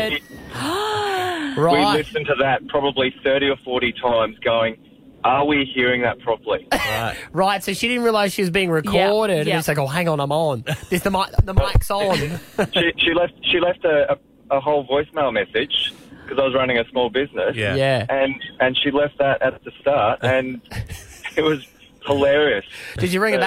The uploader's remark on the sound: called in for an exclusive chat